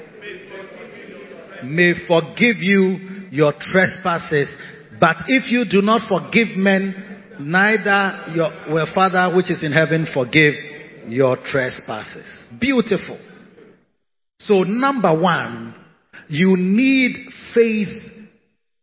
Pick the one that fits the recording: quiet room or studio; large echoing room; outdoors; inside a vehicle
large echoing room